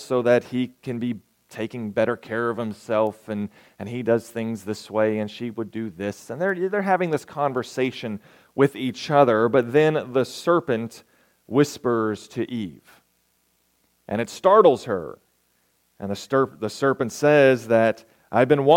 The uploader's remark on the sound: Recorded May 27, 2023, at Ringgold SDA Church.